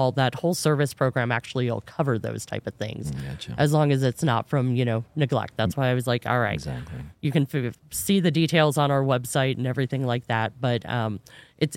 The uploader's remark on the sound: joins us at the 2023 National HVACR Education Conference